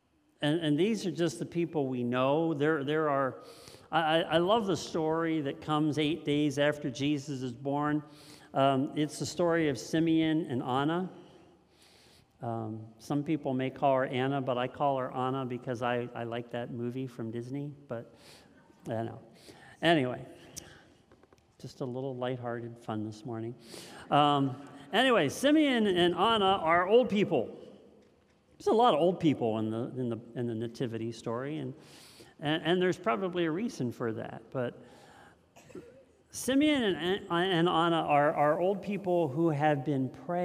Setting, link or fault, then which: setting, large echoing room